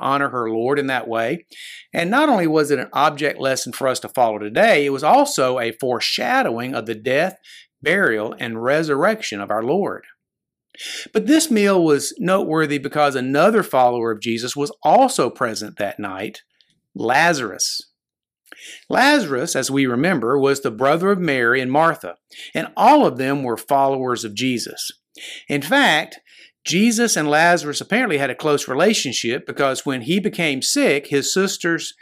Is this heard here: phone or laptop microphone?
no